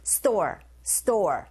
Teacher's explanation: Store 하실 때 store보다는 s 사운드와 t 사운드가 만났어요. 이런 경우에 이 t 사운드 자체가 경음화 현상이 일어나서 된소리 현상 store, store 하시면 되고 water, 이 단어는 뭐 익히 잘 알고 계시잖아요.